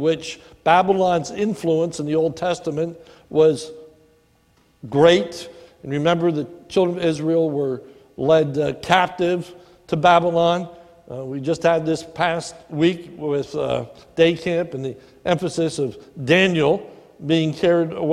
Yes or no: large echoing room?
yes